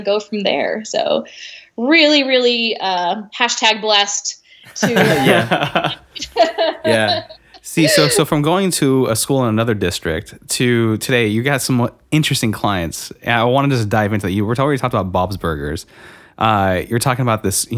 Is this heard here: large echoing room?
no